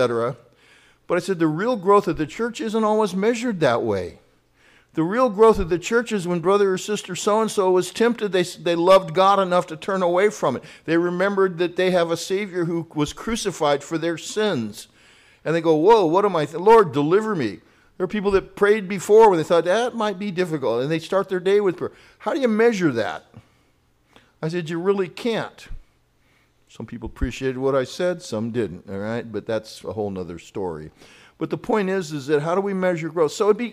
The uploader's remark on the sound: Grace Presbyterian Church Live stream in Redding California